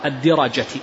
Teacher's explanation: أن أصحاب الحديث ينطقونها بكسر الدال وفتح الراء